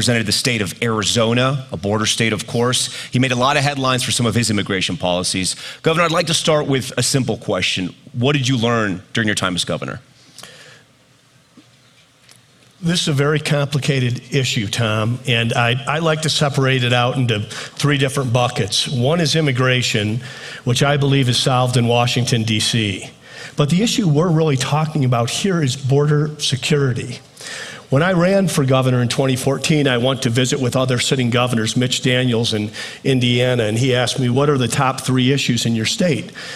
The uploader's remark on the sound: Moderates a panel of experts at the Aspen Ideas Festival.